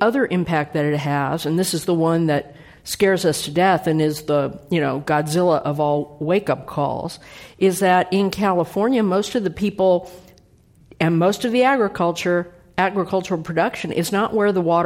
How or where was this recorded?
live audience